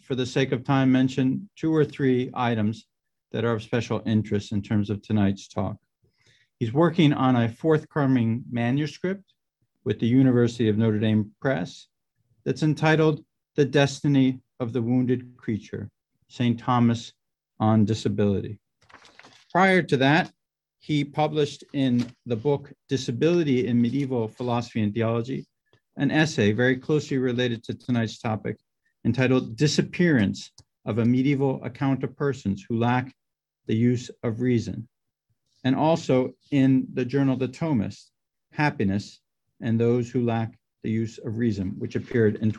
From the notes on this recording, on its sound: A webinar lecture